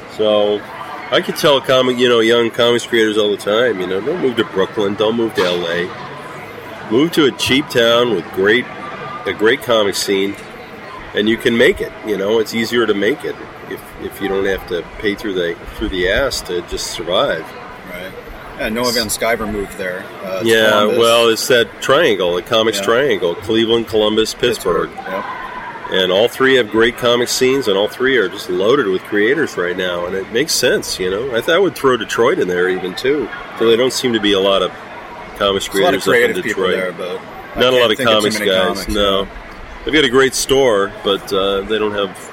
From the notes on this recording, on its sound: Alternative Press Expo 2017 Day 2 in San Jose. Interviews from the show floor.